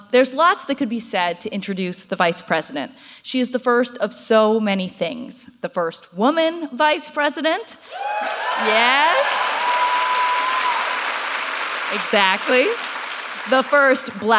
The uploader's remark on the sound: this is our first appearance in front of a live audience